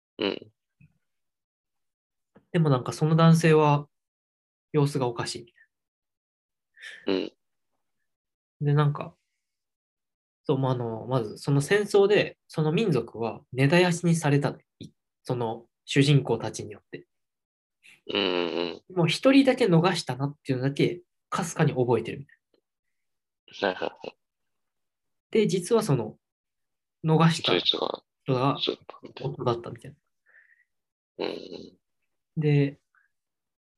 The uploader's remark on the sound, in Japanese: Zoomで話してます。